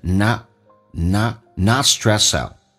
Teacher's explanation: not 的 t 去掉，当去掉之后，这是第一个我们叫的知道是略音